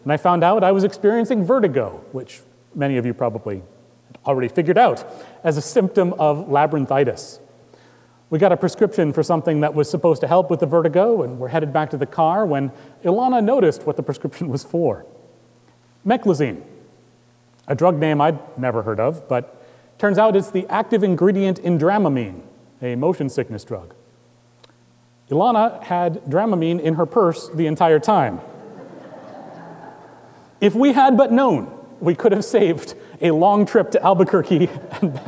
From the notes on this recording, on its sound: Recorded live on October 13, 2019 at Trinity Presbyterian Church in Bixby, Okla.